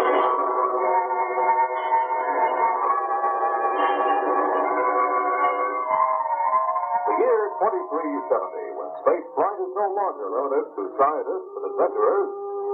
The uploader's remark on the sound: Audio quality is low on this one.